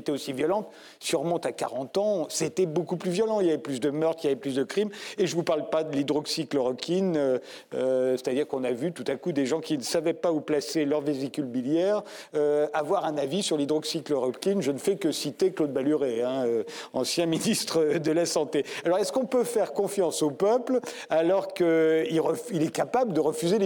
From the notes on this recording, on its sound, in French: L'émission de RT France en public